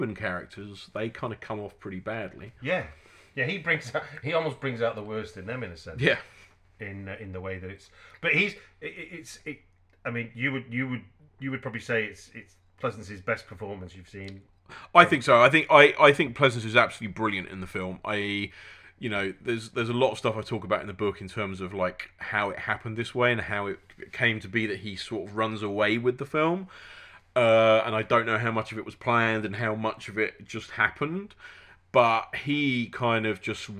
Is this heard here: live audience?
no